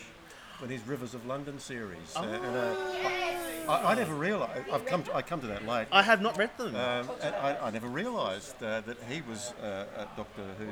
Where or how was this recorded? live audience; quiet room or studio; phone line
live audience